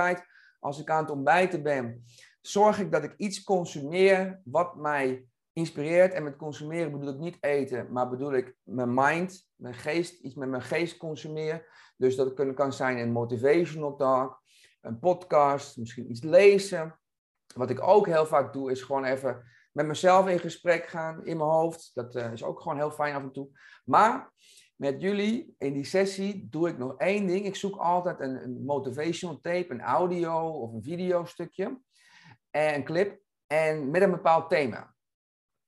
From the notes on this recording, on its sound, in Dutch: In deze korte aflevering hoor je de introductie die ik live heb opgenomen tijdens deze videosessie.